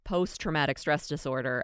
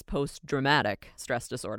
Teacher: some people hear post-traumatic stress disorder as post-dramatic stress disorder with a D instead of the T